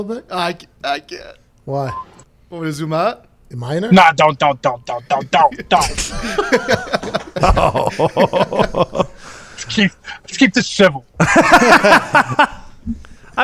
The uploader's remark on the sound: live from his vehicle